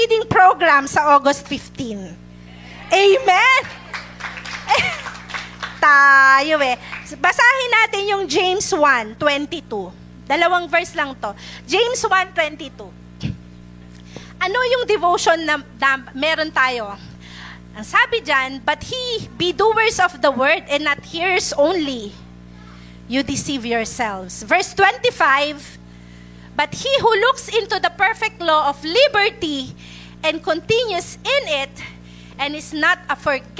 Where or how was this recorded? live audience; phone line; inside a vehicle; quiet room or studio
live audience